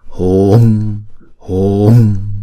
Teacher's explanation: Chữ hùng á thì chúng ta sẽ đọc kéo dài chữ U hai nhịp, rồi chúng ta mới đóng chữ U đó lại.